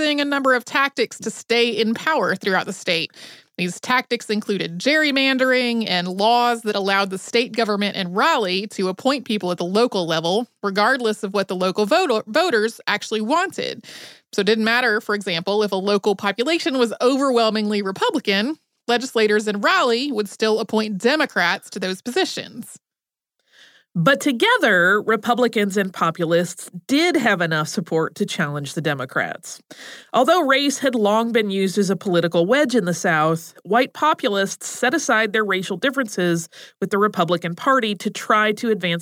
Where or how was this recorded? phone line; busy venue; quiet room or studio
quiet room or studio